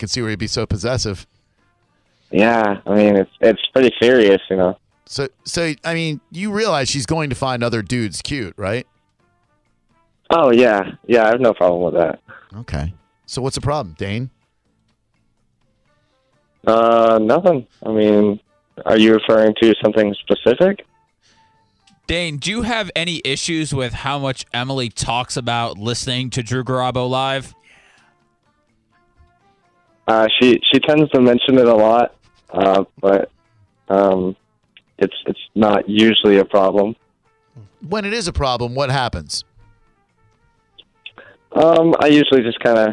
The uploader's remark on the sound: Phone-A-Friend. LIVE.